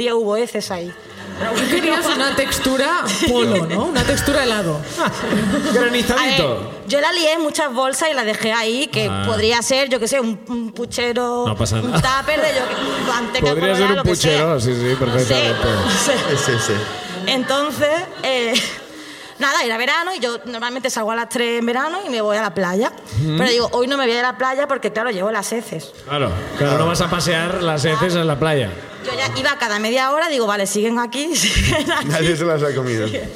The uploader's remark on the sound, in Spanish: El público de Barcelona comparte sus ruinas